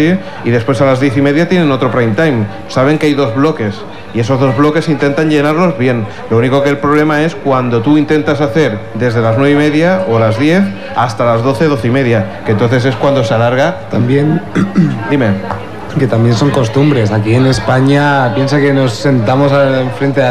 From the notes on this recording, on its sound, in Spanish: En este caso se trata del podcast que realizamos de cara al público. Disculpar los problemas que pueda haber con el audio, pero es lo que tiene grabar en medio de la calle. También os adjuntamos un pequeño vídeo aprovechando que teníamos un streaming de 4 cámaras en el stand.